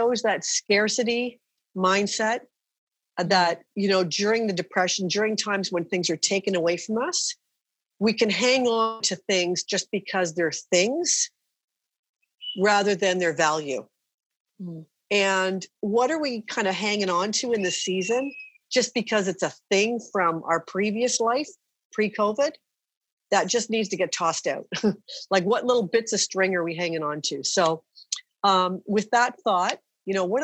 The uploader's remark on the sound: Conversations recorded live via Zoom with the Gather Women community.